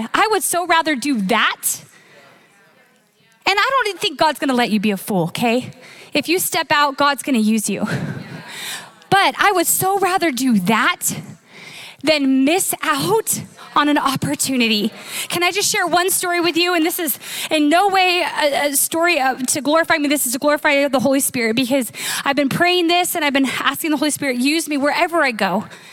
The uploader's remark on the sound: Recorded live at Capital Church in Meridian, Idaho